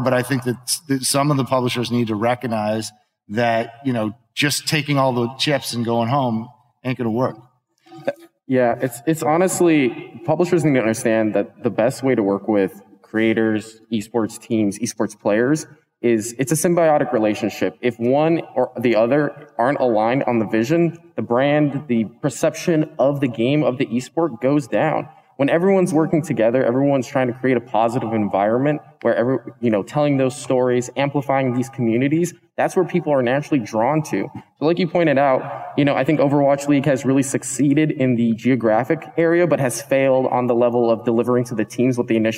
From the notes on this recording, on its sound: We come to you live from the PAX East 2022 conference in Boston, Massachusetts. Where we hosted the most stacked esports industry panel.